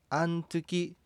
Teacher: またツの濁音ズもなく、小豆はあんつきなどと発音されます